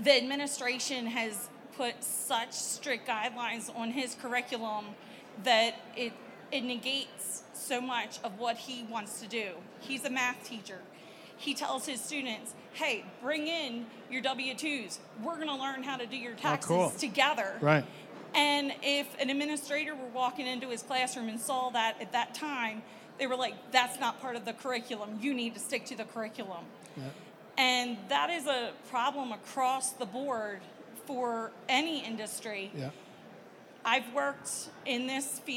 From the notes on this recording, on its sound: Recorded live from the KBISNeXT stage.